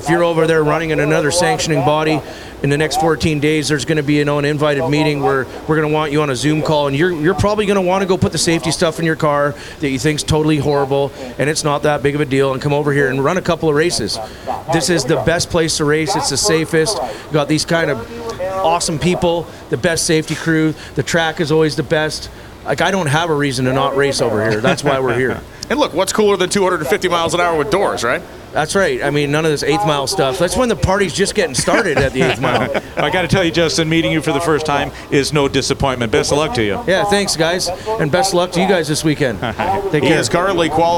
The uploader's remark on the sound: LIVE at Vegas